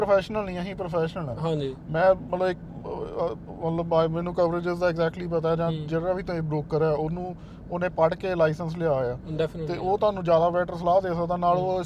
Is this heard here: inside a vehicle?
yes